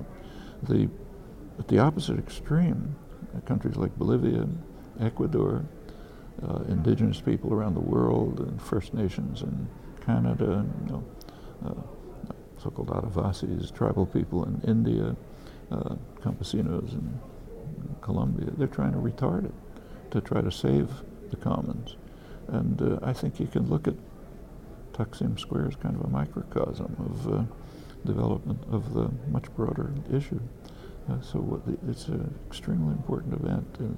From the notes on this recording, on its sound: This conversation was recorded backstage at the Left Forum in New York, June 8, 2013.